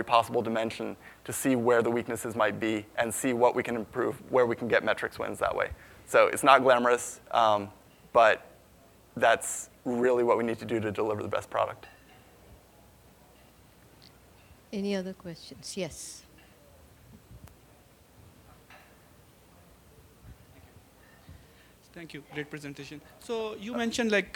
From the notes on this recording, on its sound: From the Big Data Innovation Summit in Boston in September 2016.